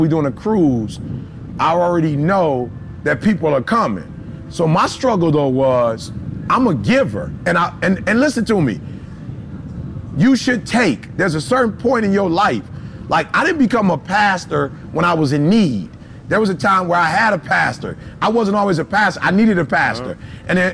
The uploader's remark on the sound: This week’s podcast was live from the Phenomenal Life Cruise.